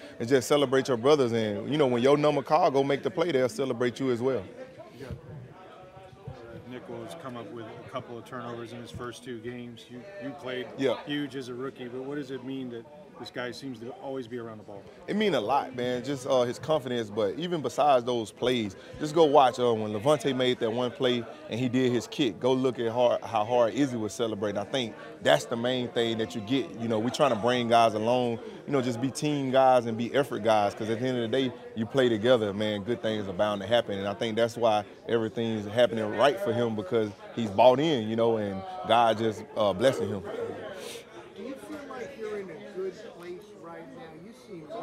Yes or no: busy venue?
yes